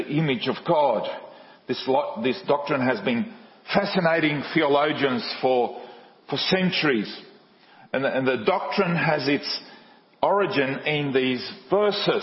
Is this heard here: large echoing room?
yes